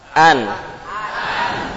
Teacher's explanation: Antum tadi membaca an dengan memberikan sifat idhar pada nun.